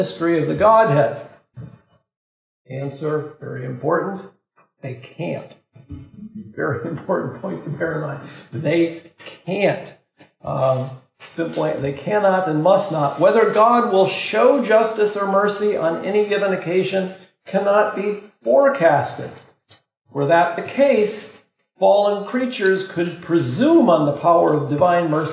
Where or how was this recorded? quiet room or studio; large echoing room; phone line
large echoing room